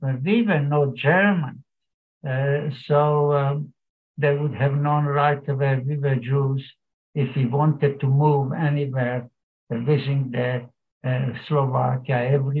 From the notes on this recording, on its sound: Killaloe Cathedral Lenten Talks No. 2. This talk is taken with permission from zoom live recording made and broadcast on St Flannans Cathedral live stream Killaloe. Originally broadcast on SBCR.